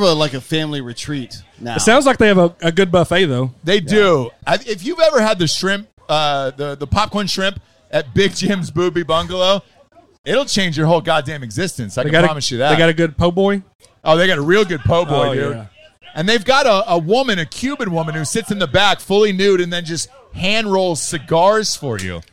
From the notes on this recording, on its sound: tailgate the Tennessee-Florida game with the Volunteer faithful outside Calhouns by The Vol Navy